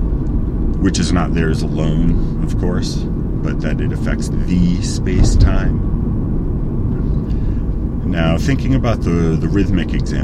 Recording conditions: background noise